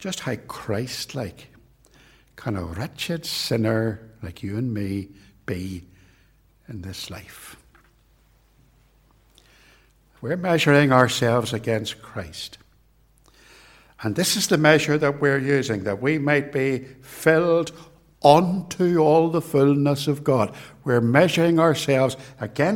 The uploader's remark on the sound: This sermon was preached at both Ballymacashon and Templepatrick reformed Church. This recording was made at TRC, and is reproduced here with their kind permission.